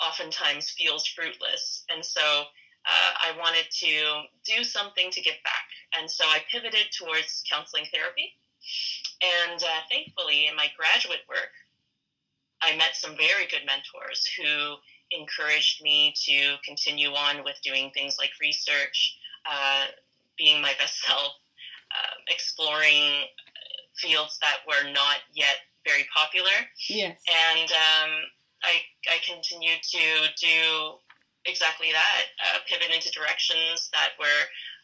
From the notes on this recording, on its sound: The audio on this one is rough but the content is great!